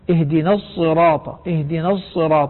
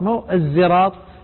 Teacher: صاد لكنها فيها رائحة الزاي، صاد مشربة زايا كما يقول العلماء · Shown in: first take · اهدنا الصراط، اهدنا الصراط، مو الزراط، ليس زراطا يعني زايا خالصة، وليس زايا بعد الصاد، وإنما صاد مشربة زايا، وهذا ما يسمى عند العلماء إشمام حرف بحرف، مزج حرف بحرف، اهدنا اهدنا الصراط المستقيم.